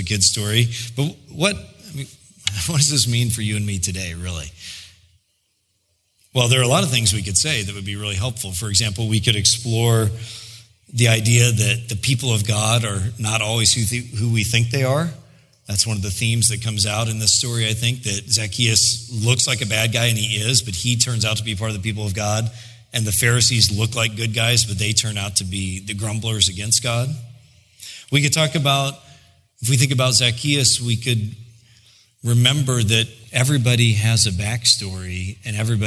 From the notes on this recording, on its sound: preached in July 2016 at Sojourn J-Town